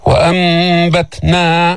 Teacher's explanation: عنا نون ساكنة بس ما لفظنا النون، نون ساكنة بعدها باء، فقلبت هذه النون الساكنة ميما عند الباء، لأن الميم بتشارك الباء، ميم مثل الباء في المخرج من الشفتين، والميم حرف أغن فيه غنة، كمان النون من حروف الغنة يعني حرف أغن، فحسن الإقلاب، فقلبنا هذه النون الساكنة ميما عند الباء بدون تشديد. · التاء حرف شديد بس فيه همس